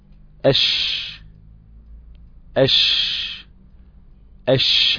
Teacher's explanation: معناها الاصطلاحي عند القراء انتشار خروج الريح بين اللسان والحنك الاعلى، انتشار خروج الريح عند النطق بحرف الشين سواء كان ساكنا او متحركا. وسميت الشين متفشية لانتشار الريح في الفم عند النطق بها حيث تصل بمخرج الظاء · احنا عارفين طبعا ان الشين شجرية بتخرج من ايه، من شجر اللسان، من منطقة الوسط، وسط اللسان. · Term: صفة التفشي